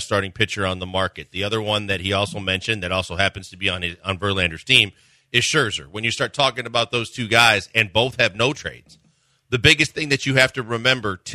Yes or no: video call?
no